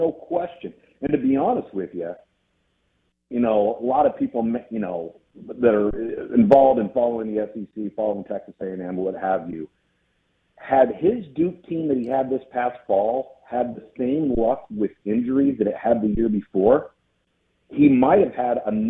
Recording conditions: phone line